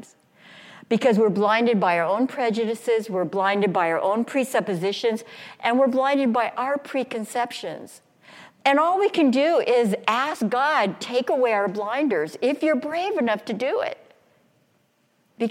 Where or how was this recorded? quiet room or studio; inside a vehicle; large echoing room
large echoing room